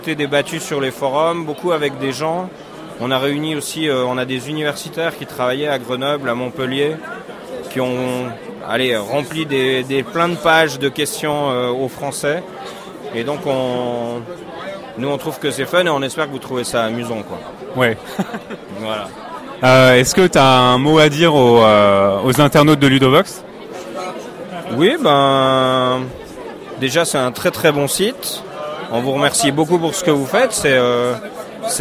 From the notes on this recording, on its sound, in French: Interview réalisée au festival international des jeux de Cannes édition 2015